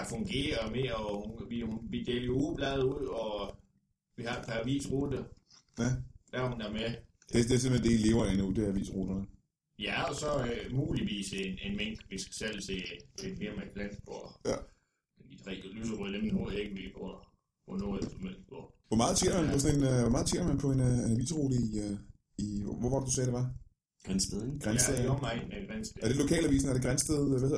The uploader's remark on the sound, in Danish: Ja, og så lærer vi, at teknik kan ødelægge hvad som helst. Lyden eskalerer i frygtelighed.